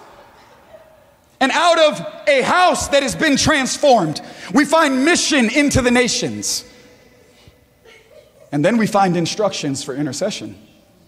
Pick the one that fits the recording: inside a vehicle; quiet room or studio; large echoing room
large echoing room